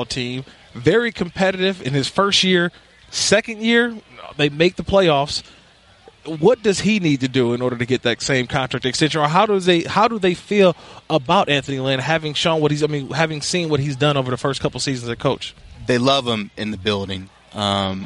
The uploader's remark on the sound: live from Rams training camp in Irvine